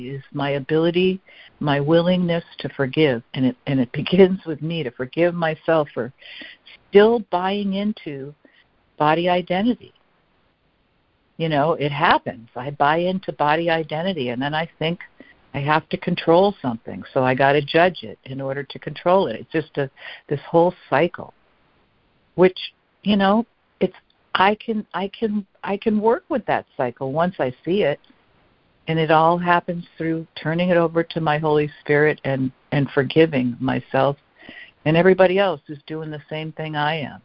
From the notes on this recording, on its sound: ACIM Daily Conference Call